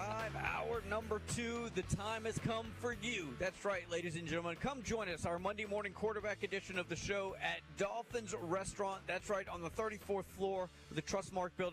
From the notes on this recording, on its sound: LIVE from Dauphin's